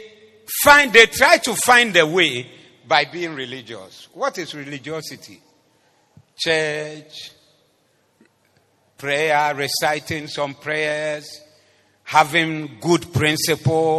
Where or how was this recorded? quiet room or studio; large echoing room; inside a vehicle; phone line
large echoing room